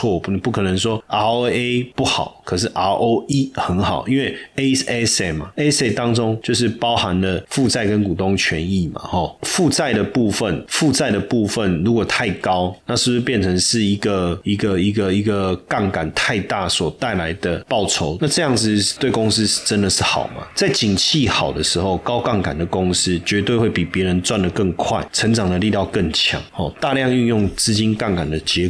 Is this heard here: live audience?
no